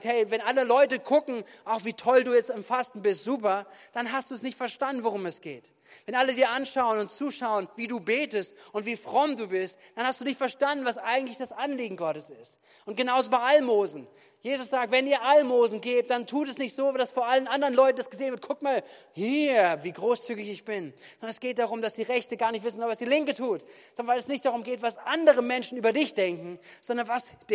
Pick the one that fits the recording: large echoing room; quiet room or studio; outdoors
large echoing room